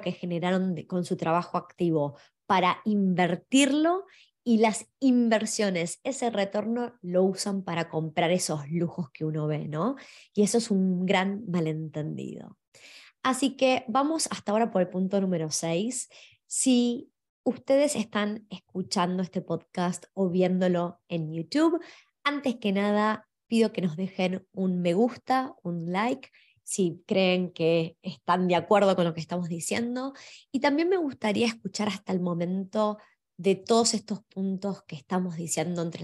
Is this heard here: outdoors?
no